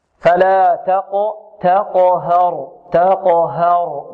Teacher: إذن هنا نحذر من تفخيم الهاء لأنها وقعت بين مفخمين · رقق التاء نفخم القاف، يرقق الهاء نفخم الراء · Term: الهاء كذلك مرققة